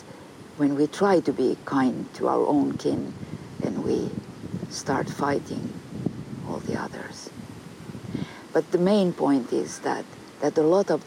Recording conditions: outdoors